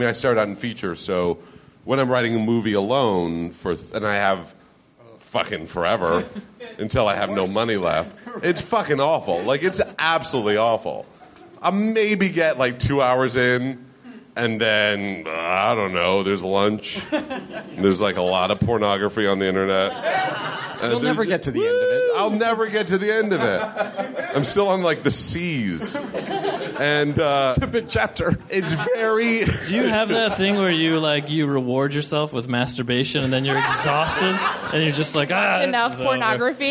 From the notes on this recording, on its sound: Recorded at 61Local in Brooklyn on October 1, 2012.